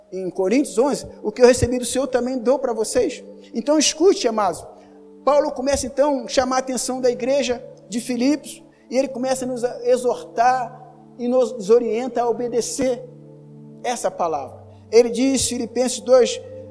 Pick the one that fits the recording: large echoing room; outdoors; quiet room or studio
large echoing room